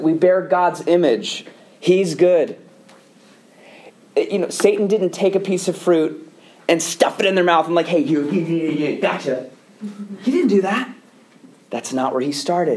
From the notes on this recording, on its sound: delivers a lecture to the Student Theological Society of Moody Bible Institute